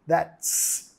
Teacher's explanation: Representa como un movimiento de tu lengua, ¿no? La T, tocando tus encías superiores, that's, soltándolo para pegar la S, that's. · Term: pegar la T y la S